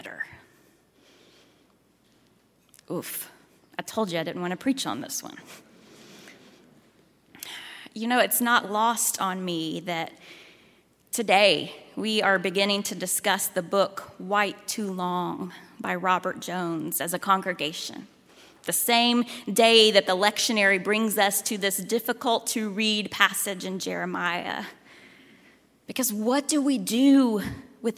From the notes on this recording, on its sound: At Highland Baptist Church, Louisville, Kentucky.